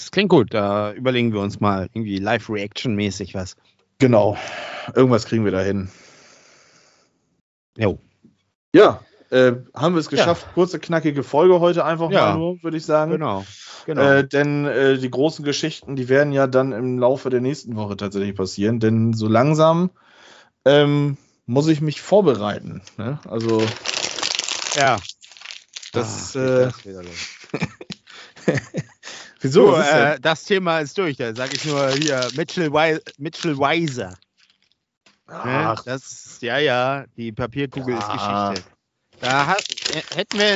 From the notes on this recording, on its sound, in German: Aufgezeichnet am 17.02.2022 via Skype